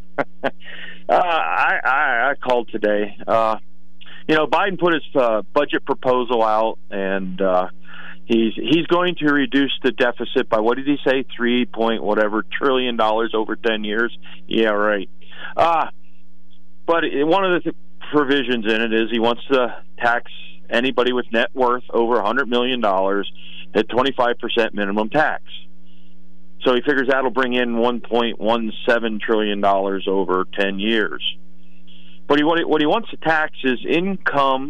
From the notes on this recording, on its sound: Then open phones. Then host open phones.